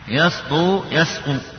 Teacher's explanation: السين التي جاءت في هذه الكلمات كلها ترقق